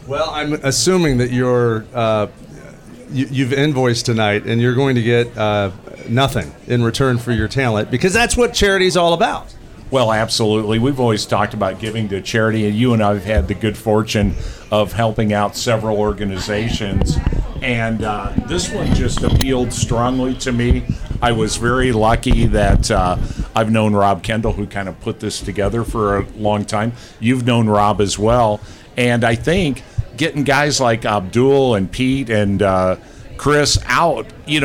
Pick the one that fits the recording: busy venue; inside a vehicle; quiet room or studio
busy venue